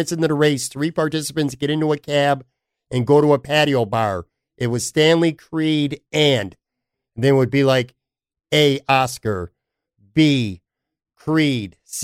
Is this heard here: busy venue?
no